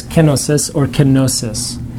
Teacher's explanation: A lot of times in English people will pronounce it with the accent on the O. The real Greek word is pronounced with the accent on the first syllable.